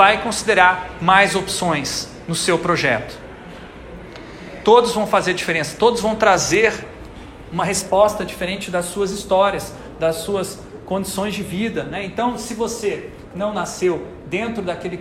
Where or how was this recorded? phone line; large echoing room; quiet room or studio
large echoing room